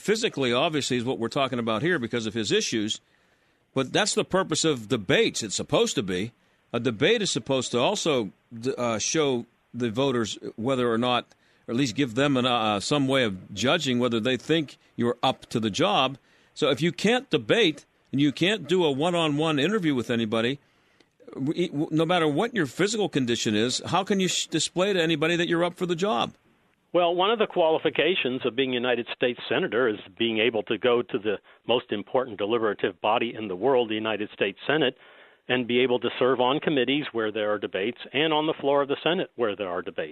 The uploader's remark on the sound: Welcome to Pitt Cycles in Warrendale. Broadcasts live from the premiere cycle shop in between Cranberry Township and Wexford.